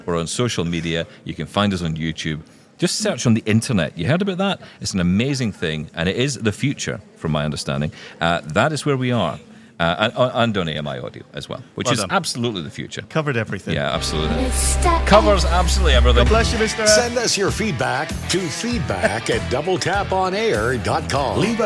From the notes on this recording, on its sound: live from Vienna at the Zero Project Conference